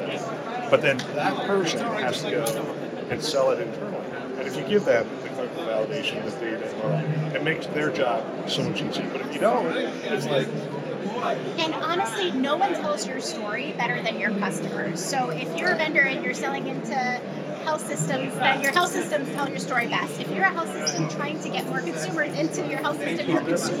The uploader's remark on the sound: it’s an Interview in Action live from HIMSS 2023